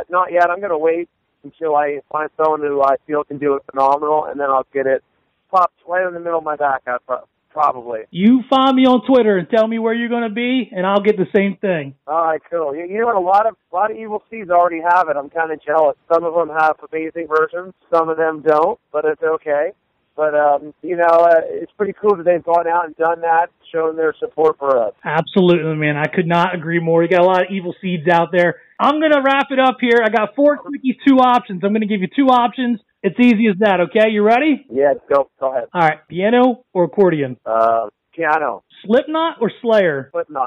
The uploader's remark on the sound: speaks on the phone